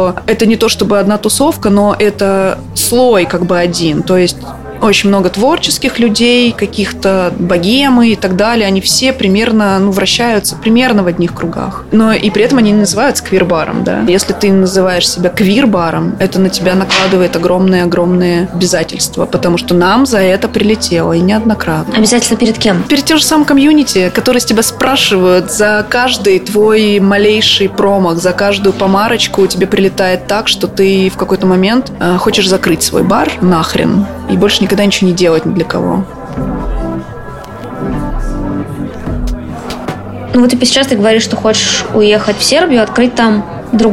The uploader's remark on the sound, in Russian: Записаться тоже в баре. И все это под звуки живущего своей жизнью бара.